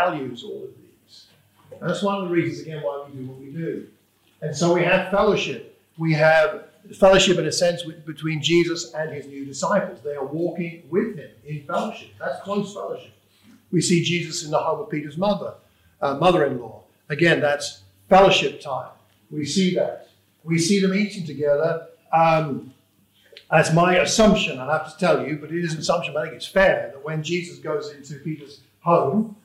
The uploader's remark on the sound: This is a sermon preached for the Watford Church of Christ.